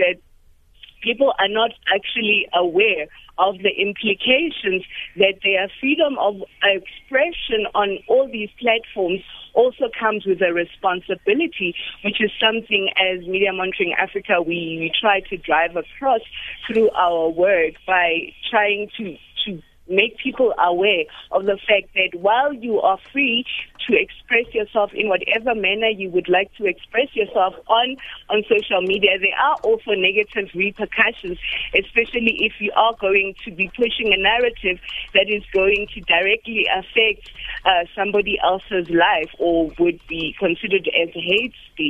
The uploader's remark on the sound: GUEST (phone)